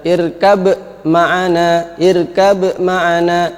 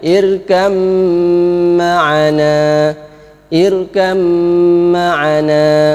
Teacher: Kalau dia membaca irkab ma'ana, irkab ma'ana, ini salah. Yang betul ba-nya harus dimasukkan ke dalam mim · Shown in: second take · yaitu bacaannya irkam ma'ana, irkam ma'ana. · Term: idgham kamil